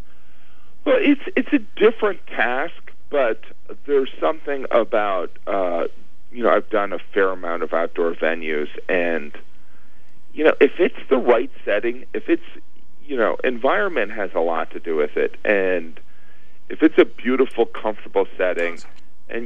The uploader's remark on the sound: called in for a brief but entertaining chat with me